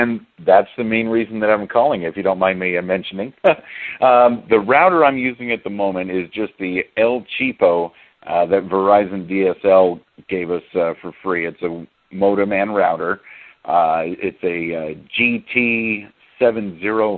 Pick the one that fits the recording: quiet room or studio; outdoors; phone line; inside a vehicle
phone line